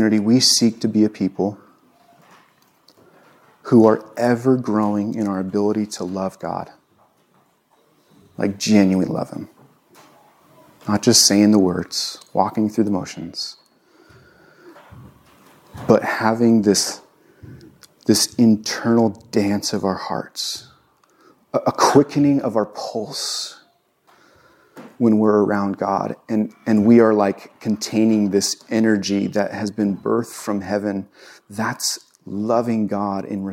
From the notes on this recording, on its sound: recorded on Jun 19, 2022 at Bethel church in Ridgefield, Wa